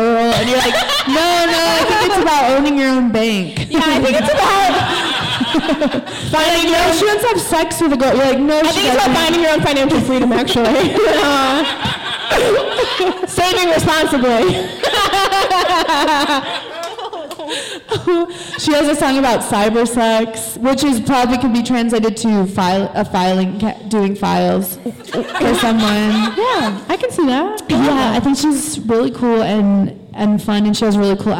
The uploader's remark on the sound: The first ever crushes live show was recorded in January of 2020